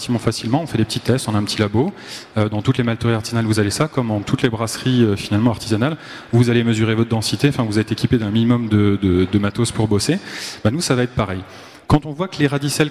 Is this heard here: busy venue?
yes